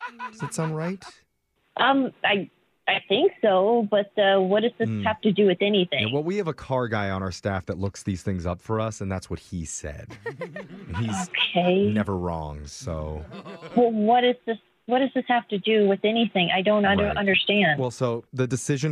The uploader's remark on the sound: Phone Tap